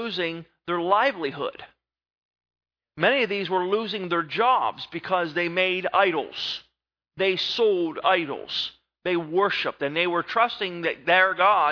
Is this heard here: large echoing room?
yes